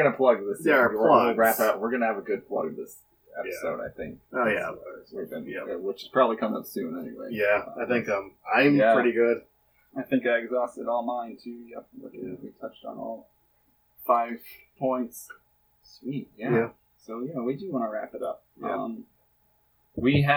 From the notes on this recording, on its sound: APOLOGIES, THIS EPISODE CONTAINS POOR AUDIO QUALITY. From a fish bowl.